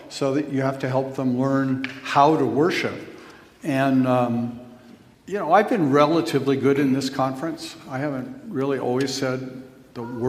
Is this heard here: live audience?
yes